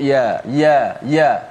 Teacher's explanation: ya mana ya tengah lidah sebut-sebut ya ya ya tengah lidah kita akan berfungsi ya ya tengah lidah kita akan terkacip sedikit